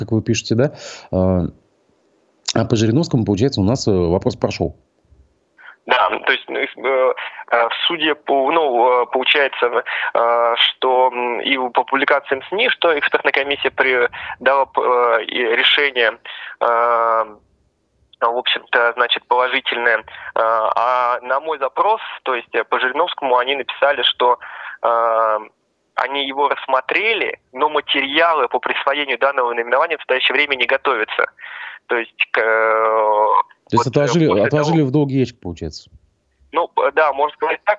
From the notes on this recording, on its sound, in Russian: По телефону